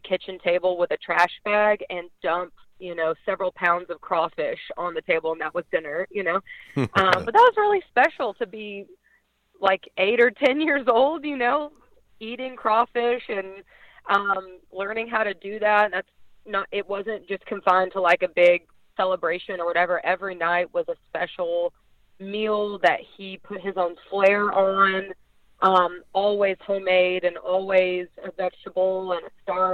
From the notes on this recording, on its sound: LIVE on the Back In Action Hotline. On RWRC Radio on The Ticket 95.3 Fm/970 AM, Ritter Communications, Tubetown 21!